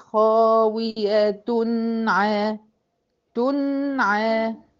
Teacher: النون الساكنة هعمل لها زمن التوسط